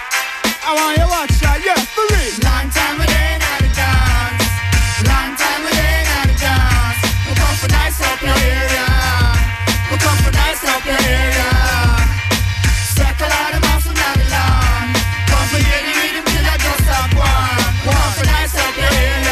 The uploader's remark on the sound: COSMIC FM. Live aus der Sommerbar im Salzhaus.